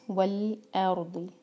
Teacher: الف کو لائٹ، را ہیوی، ضاد ہیوی